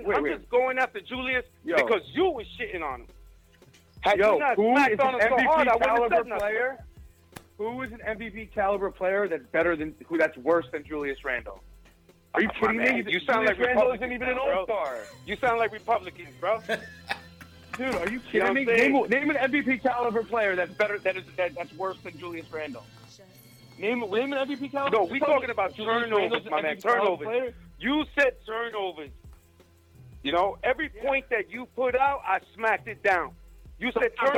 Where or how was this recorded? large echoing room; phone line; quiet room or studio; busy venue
phone line